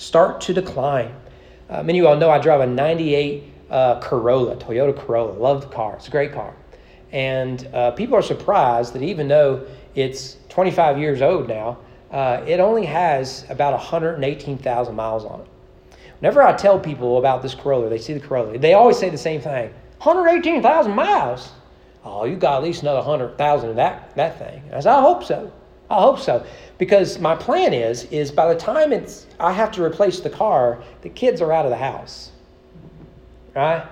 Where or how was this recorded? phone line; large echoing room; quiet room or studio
large echoing room